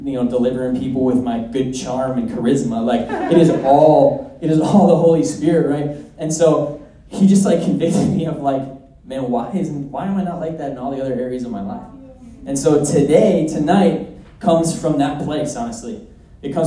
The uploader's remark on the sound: at our Sunday night community gathering